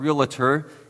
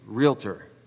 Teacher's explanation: There is no vowel between the L and the T. · Shown in: second take